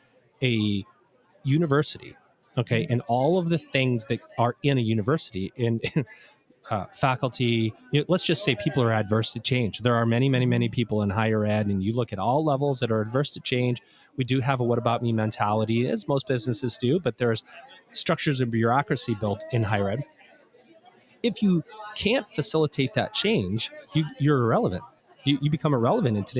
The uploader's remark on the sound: Recorded LIVE & in person from the Middle States Commission on Higher Education (MSCHE) 2023 Annual Conference, in Philadelphia, PA.